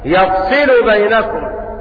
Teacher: في سورة الممتحنة في قوله تعالى يوم القيامة يفصل بينكم، يفصل هكذا قرأ عاصم ويعقوب بفتح الياء وكسر الصاد مخففة